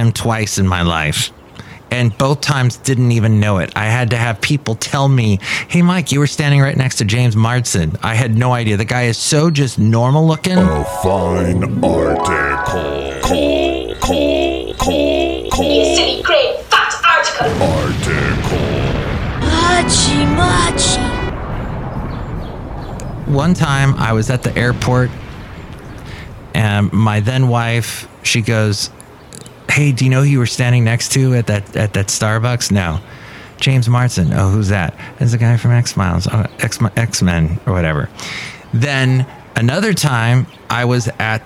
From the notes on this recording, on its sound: podcasts live from Café Anyway